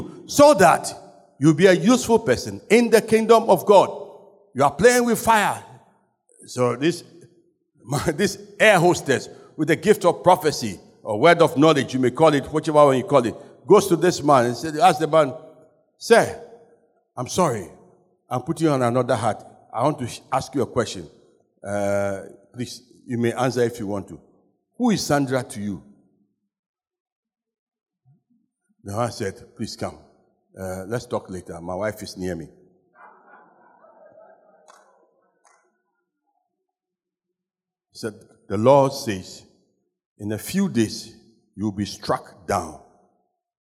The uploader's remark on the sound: Sermon preached at CBC Shiashie